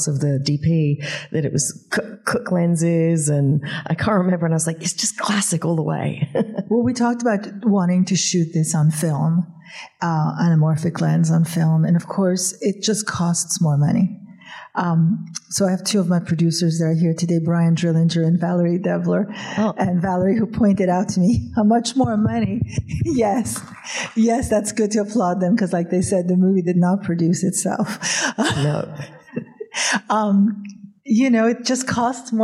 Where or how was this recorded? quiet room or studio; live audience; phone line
live audience